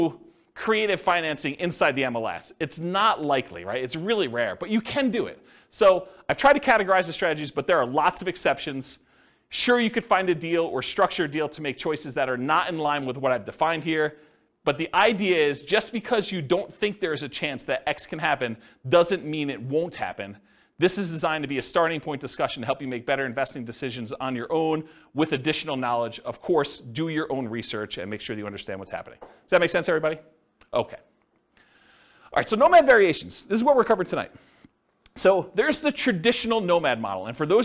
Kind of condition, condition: setting, live audience